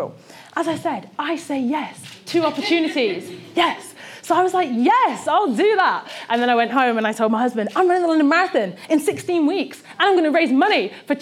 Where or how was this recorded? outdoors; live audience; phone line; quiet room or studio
live audience